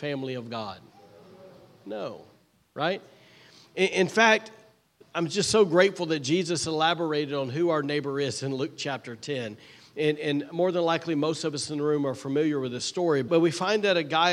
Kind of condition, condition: setting, large echoing room